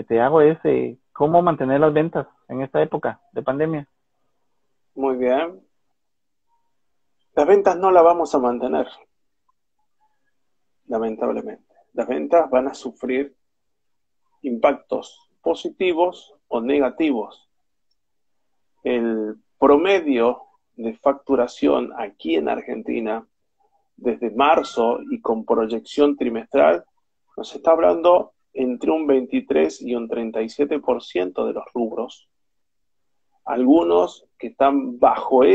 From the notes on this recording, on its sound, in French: Un Instagram live